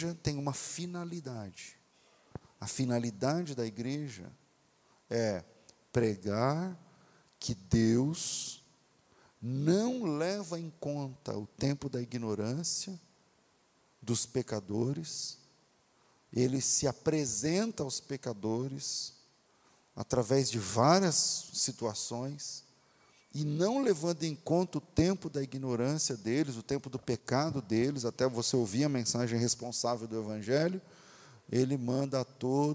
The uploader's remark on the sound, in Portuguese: Culto Ao Vivo